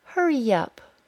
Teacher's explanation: Hurry up. I added a Y sound, and the word up sounded like yup.